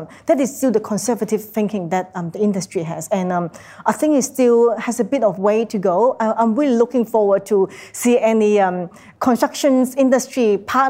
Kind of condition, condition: setting, live audience